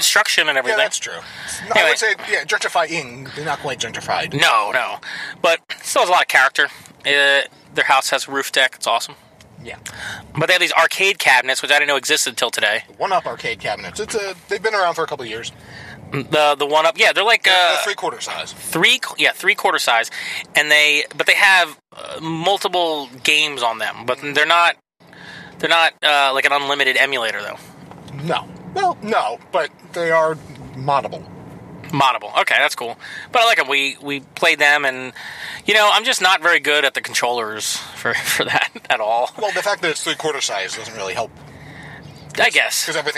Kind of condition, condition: setting, inside a vehicle